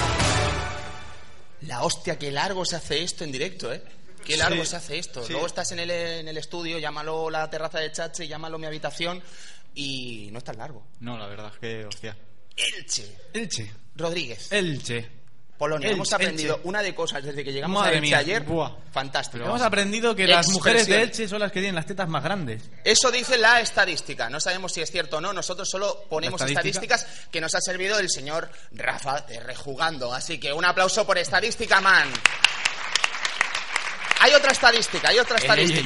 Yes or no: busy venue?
yes